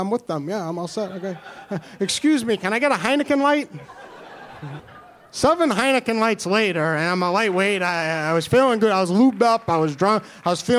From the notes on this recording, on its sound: This was recorded live at the monthly 'Tales of the Cosmos' show at the UC Beast in New York City's Lower East Side.